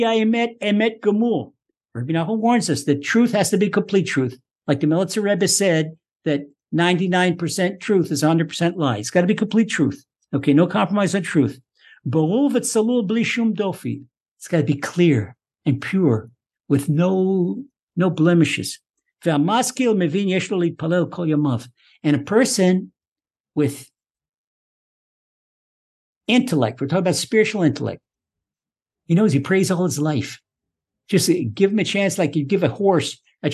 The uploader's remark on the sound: Recorded via TORCHzoom.